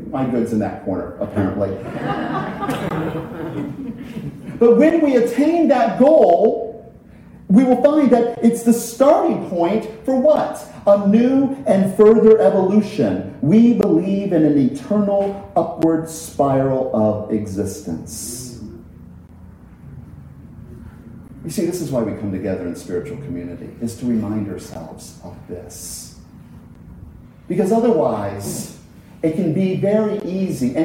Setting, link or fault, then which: setting, large echoing room